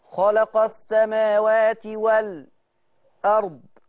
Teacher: اما تيجي تعملي السكت هتسقطي على الحرف اللي قبل الهمزه مش اللي بعده